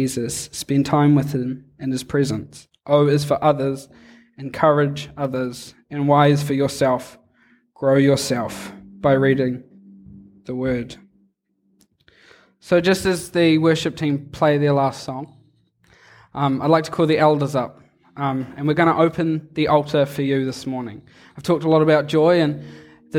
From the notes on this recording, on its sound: Recorded live on Sunday morning, 17 July 2002 at Harvest Life Church, Blenheim, New Zealand.